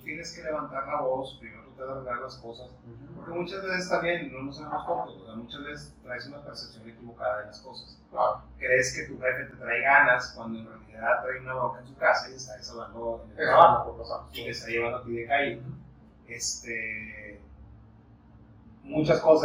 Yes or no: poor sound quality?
yes